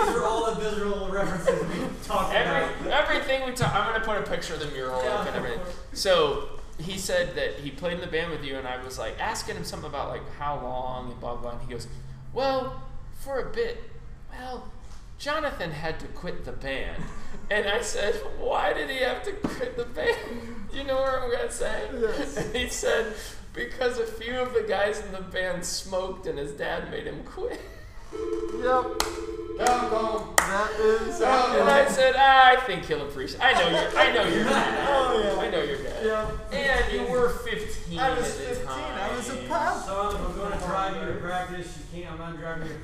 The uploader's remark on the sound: we record from Burg's Hair Parlour